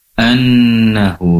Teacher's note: nun bertasydid lebih diperjelas ataupun durasi penekanannya gunnah ataupun dengungnya lebih lama